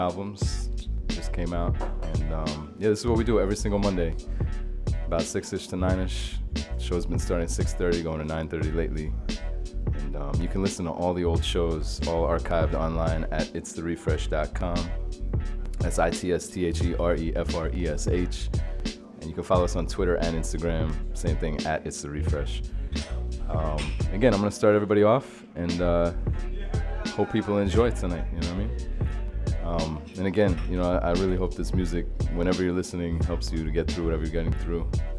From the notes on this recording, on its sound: Originally broadcast live. From the storefront of The Late Late Bar on Houston Street in New York City.